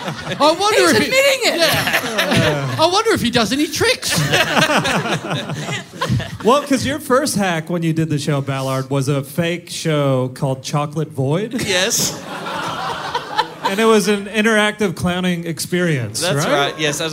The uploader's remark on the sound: Live in Melbourne